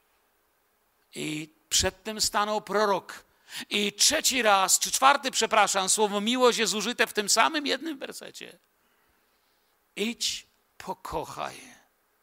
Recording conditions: large echoing room